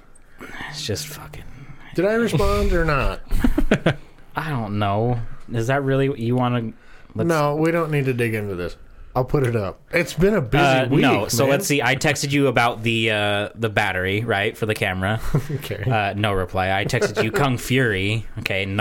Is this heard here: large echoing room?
no